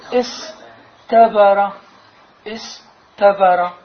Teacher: وشتانا بين التاء وبين الطاء، التاء بما فيها من الهمس والصاد بما فيها من الإطباق، فيهما منافرة